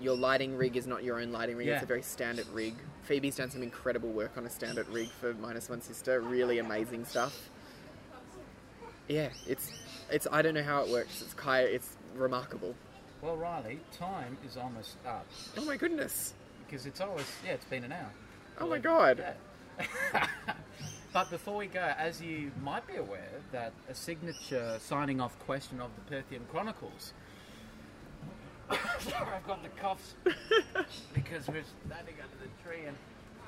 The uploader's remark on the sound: In this special outdoor edition.